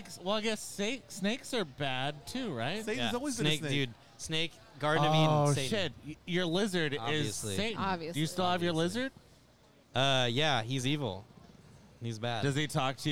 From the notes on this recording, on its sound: Chilling on our favorite east Austin patio at Violet Crown Social Club with some very special show regulars/guests.